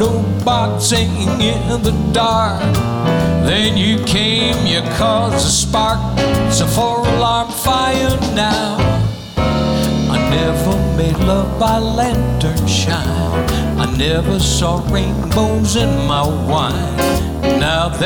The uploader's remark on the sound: Live at the South Point Casino